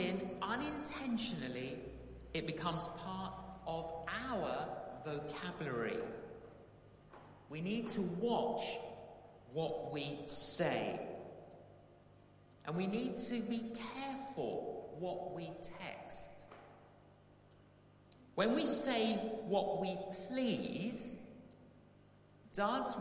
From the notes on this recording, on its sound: Live. Christ Church, Bayston Hill (UK).